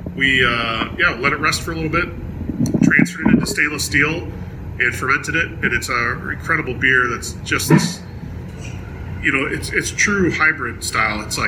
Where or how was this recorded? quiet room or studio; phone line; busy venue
busy venue